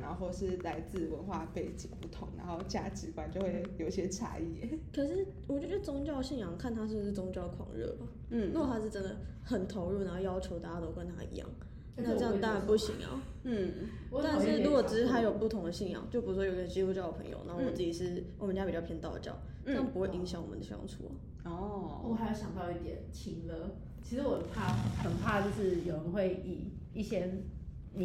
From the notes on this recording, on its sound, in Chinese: 因為我們錄音被提醒音量降低，。所以後半段有一段比較小聲，。